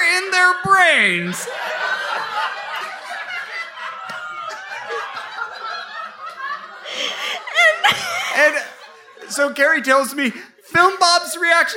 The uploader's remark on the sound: They tell a live audience in Dallas, Texas.